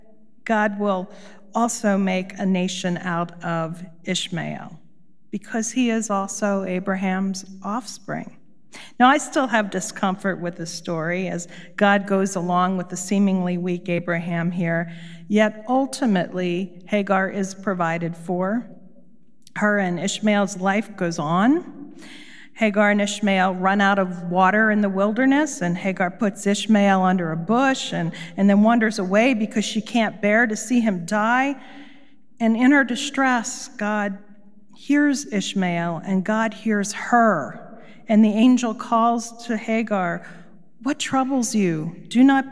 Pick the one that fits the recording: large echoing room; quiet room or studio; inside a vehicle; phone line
large echoing room